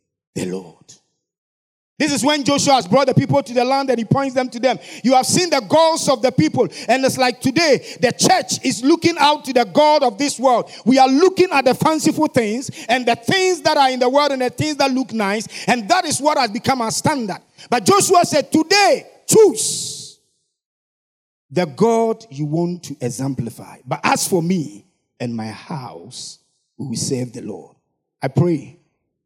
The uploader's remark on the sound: Sermon preached at CBC Shiashie Campus